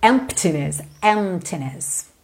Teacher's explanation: A gente não pronuncia a letra P